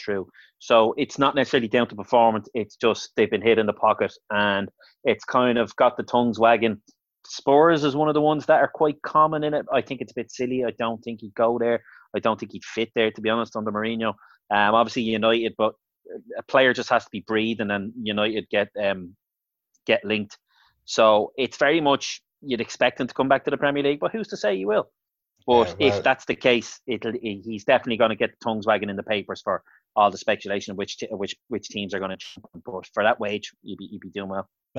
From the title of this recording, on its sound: Zoom Show